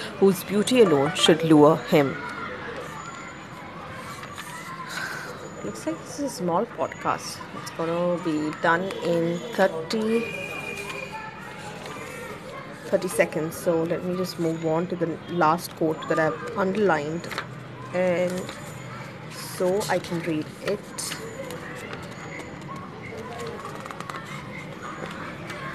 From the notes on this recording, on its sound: I have finally recorded this podcast thanks to the Anchor app. There is some background noise.